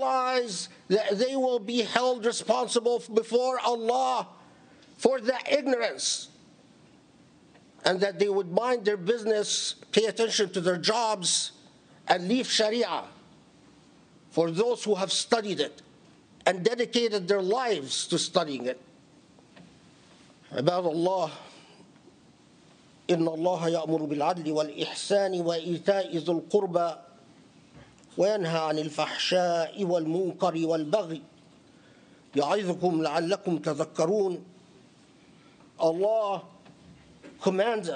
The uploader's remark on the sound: Delivered at the Islamic Center of Southern California, Los Angeles, CA on 12 October 2018.